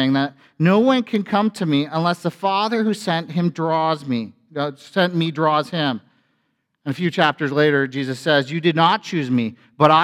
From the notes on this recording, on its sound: A sermon from FBC Church in Cobourg,